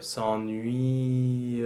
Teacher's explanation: you do not want to have a hint of a glide between the E sound and the schwa sound s'ennuie, which is tempting.